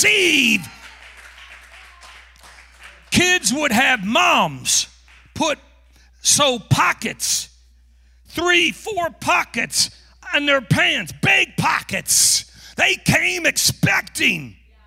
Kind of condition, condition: setting, large echoing room